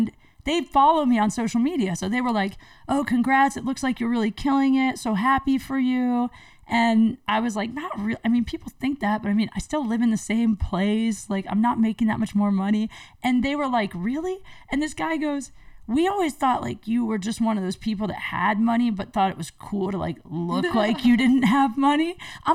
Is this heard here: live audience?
no